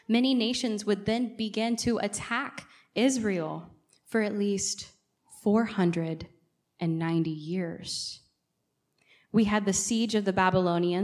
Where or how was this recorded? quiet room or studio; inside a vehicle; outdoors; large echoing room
large echoing room